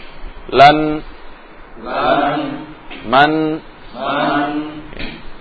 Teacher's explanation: Sifat tawasud ya, jadi suaranya tidak langsung berhenti tapi mengalir ke arah khoyshum